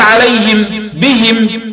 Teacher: إذا وقفت لأبي عمرو في عليهم مثلا تقف بكسر الهاء وإسكان الميم، تقول عليهم بهم كبقية القراء.